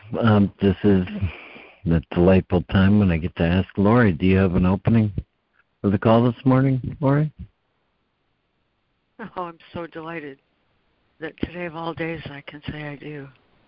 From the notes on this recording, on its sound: ACIM Daily Conference Call